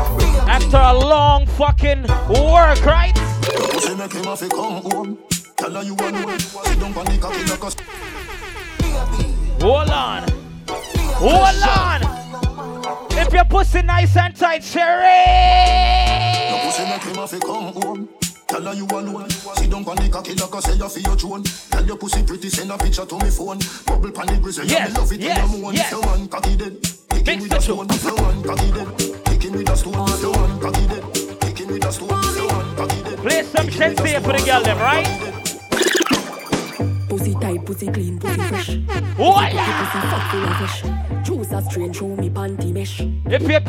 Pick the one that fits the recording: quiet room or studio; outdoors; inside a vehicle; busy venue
busy venue